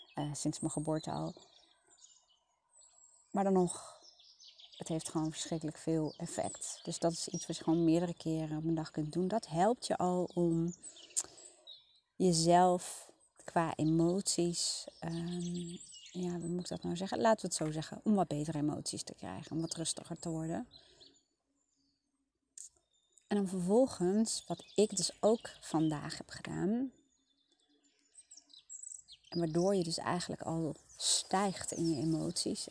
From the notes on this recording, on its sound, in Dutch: Niet door mij maar door de achtergrondgeluiden!